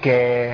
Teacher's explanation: الكاف حرف مهموس بيجري فيه النفس، لكن الصوت بينقطع في المخرج. عشان كده ناس كتير قوي حاجه من الاثنين، يا يبدل المخرج بالمخرج اللي جنبيه اللي جاي بعد كده على طول، او يمنع النفس ويعمل عمليه قلقله بسيطه كده. · Term: همس وشده